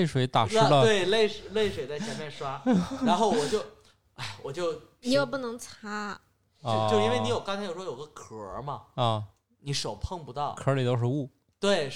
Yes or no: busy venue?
no